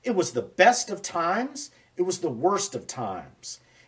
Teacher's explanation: Now that sentence was about opposites, like best and worst, wisdom and foolishness. So I stressed the opposite words.